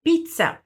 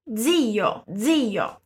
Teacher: A palavra zio, por começar por Z, seguido de I, terá esse som de DZ, na verdade. · Shown in: second take